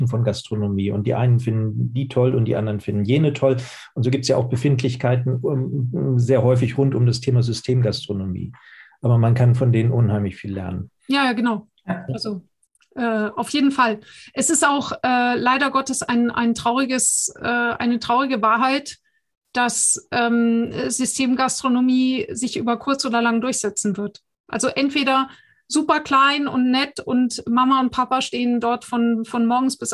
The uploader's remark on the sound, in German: Podcast zum interaktiven Live-Webinar.